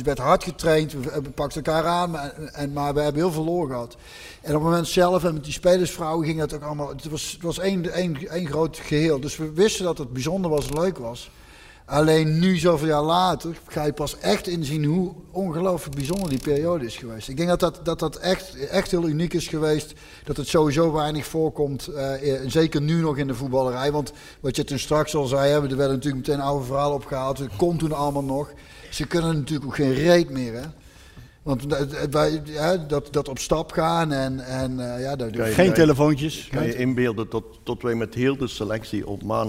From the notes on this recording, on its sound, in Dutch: Live in het Parktheater in Eindhoven. Je hoort een registratie daarvan.